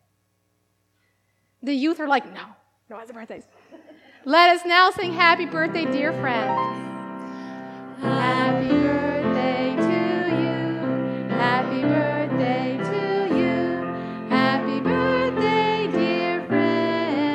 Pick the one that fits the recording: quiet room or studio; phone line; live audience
live audience